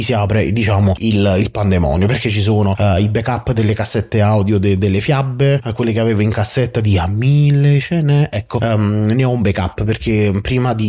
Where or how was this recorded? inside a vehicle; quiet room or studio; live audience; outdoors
quiet room or studio